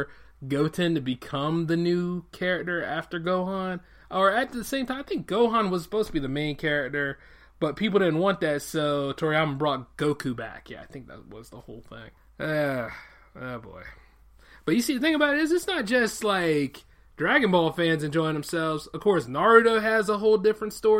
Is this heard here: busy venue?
no